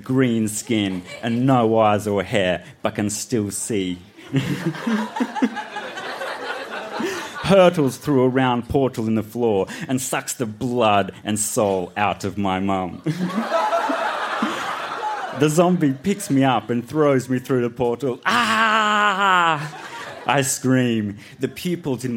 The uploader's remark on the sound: Recorded live at the Woodford Folk Festival